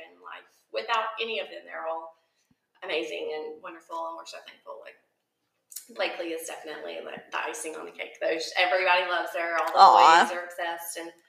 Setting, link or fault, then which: fault, poor sound quality